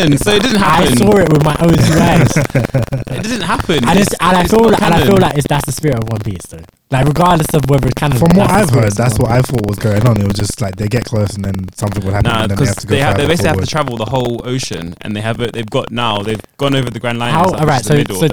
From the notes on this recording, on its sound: Unfortunately we had a few issues with our audio this episode, we're currently going through an adjustment phase with our recording set up.